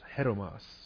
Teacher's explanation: Accent on the first syllable, so it's hetoimos.